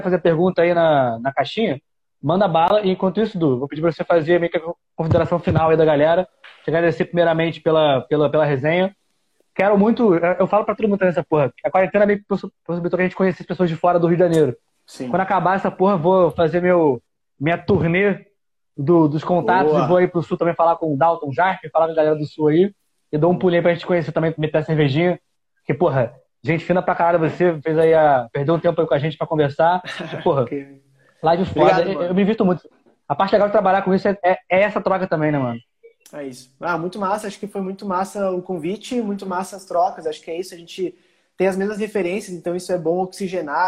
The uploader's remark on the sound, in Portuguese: conversa retirada de uma live no insta